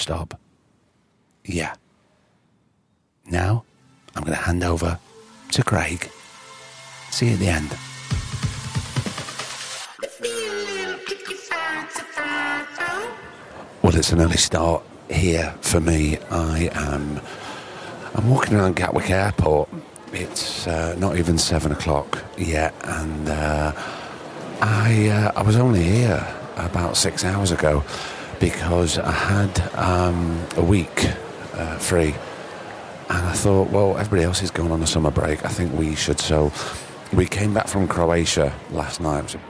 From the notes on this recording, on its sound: He’s been up in Edinburgh for festival season and luckily for TSP listeners, he took his tape recorder.